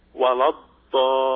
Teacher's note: إذن الضاد من الحافتين والمد لا تطوله زيادة عن حده